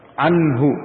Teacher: Dibaca jelas nun sukun setelahnya ha dibaca dengan izhar, izhar jelas. Anhu, jangan anhu tapi anhu.